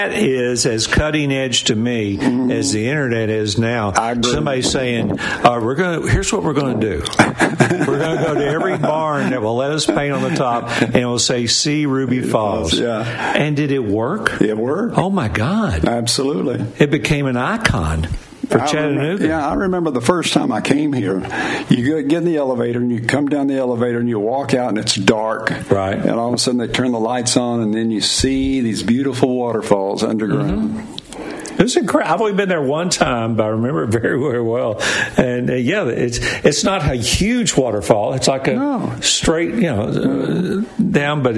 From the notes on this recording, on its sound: LIVE from Ruby Falls on Lookout Mountain in Chattanooga!